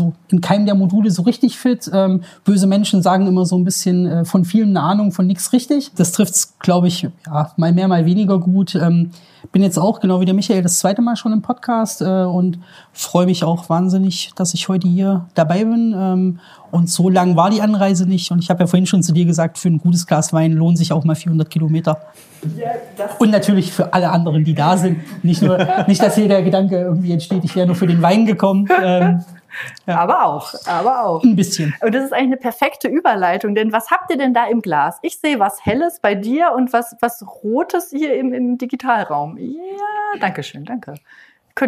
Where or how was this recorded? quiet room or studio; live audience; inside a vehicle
live audience